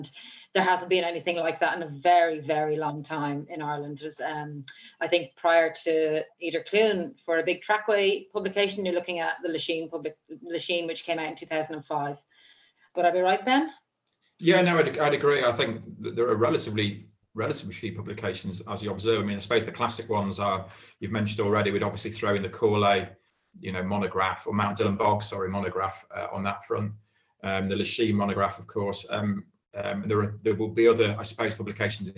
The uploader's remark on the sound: joined for a Zoom chat